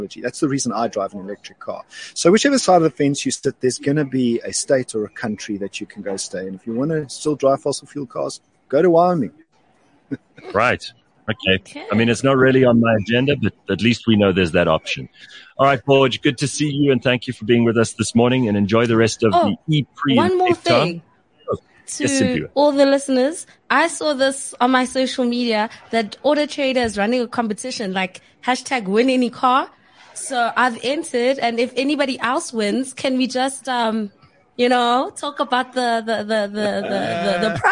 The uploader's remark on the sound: Live from Cape Town, where AutoTrader is hosting their hybrid survey, alongside a bunch of really cool EVs from various manufacturers.